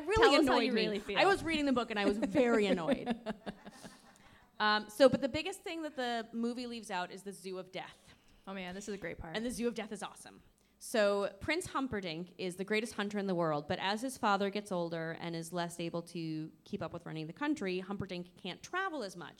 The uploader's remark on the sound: Recorded at The Comedy Studio in Somerville, MA, as part of the Women in Comedy Festival. In front a live studio audience.